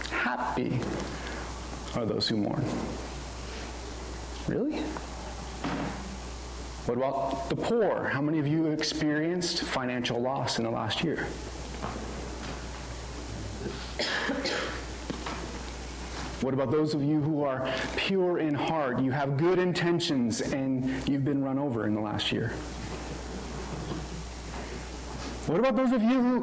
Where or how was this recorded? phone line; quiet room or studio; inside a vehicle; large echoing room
large echoing room